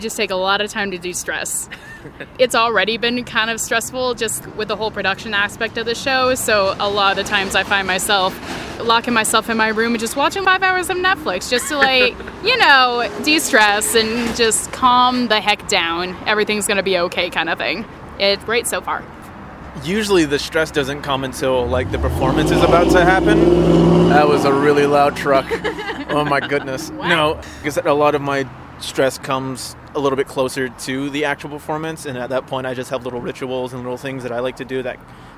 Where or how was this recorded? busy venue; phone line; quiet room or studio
busy venue